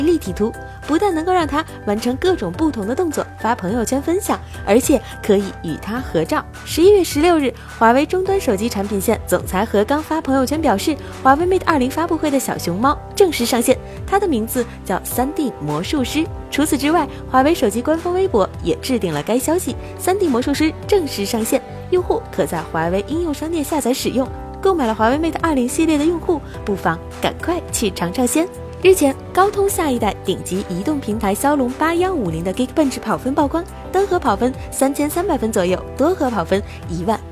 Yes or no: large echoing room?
no